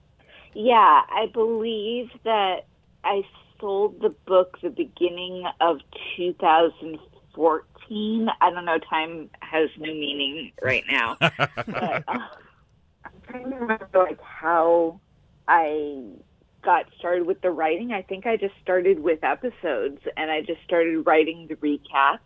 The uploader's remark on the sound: connecting with us via The 2GuysTalking Podcast Network Teleconference Suite